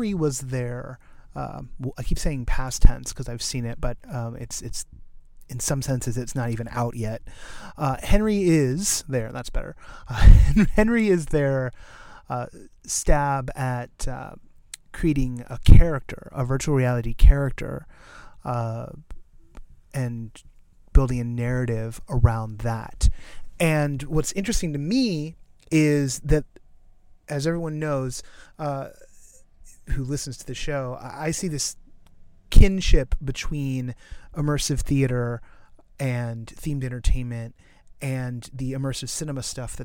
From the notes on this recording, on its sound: Recorded in a car and at the Oculus Story Studio's press event for Henry.